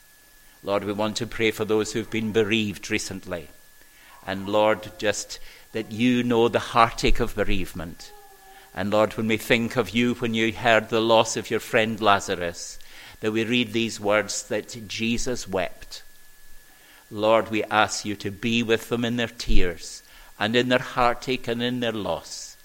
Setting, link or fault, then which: setting, large echoing room